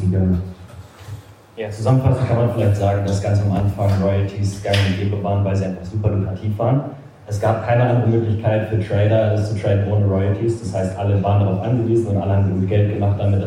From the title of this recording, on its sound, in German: Live Event aus Stuttgart